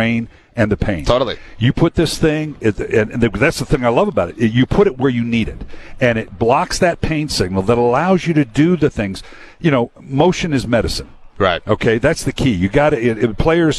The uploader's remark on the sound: LIVE on Radio Row all week long